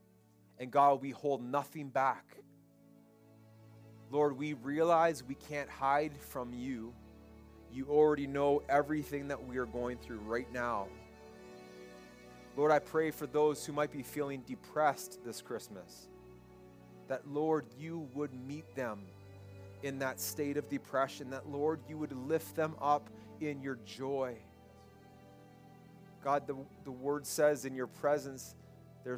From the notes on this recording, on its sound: This message was preached at Freedom Life Church in Kitchener Ontario.